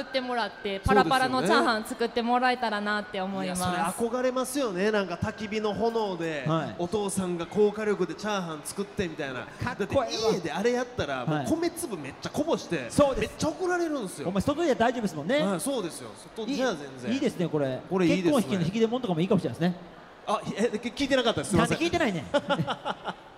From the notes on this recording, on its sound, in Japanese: 公開収録 in ららぽーと門真・三井アウトレットパーク大阪門真。